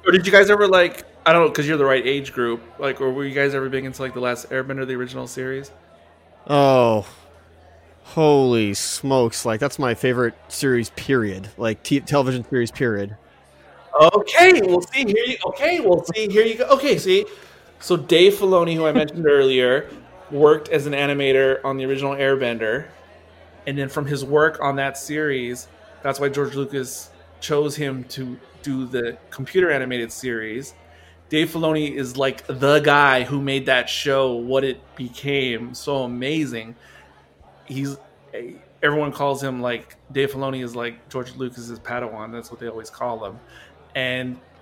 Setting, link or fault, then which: setting, busy venue